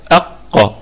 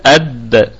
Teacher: هذه الحروف الشديدة هي التي ينحبس بها الصوت